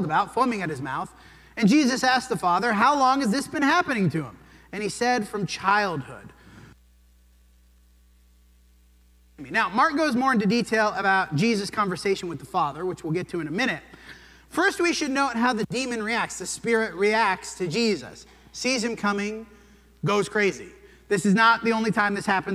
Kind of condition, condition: setting, large echoing room